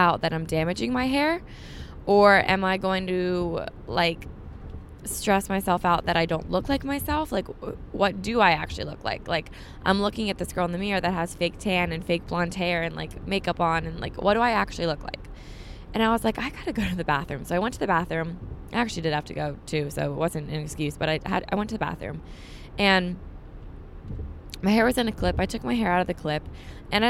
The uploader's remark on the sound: Me just talking in the car today.